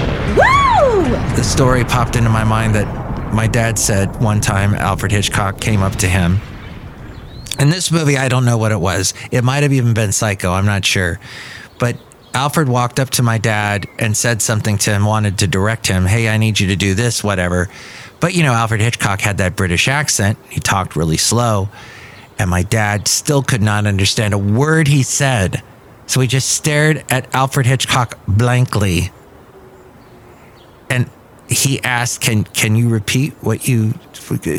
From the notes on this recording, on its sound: podcasts live from Café Anyway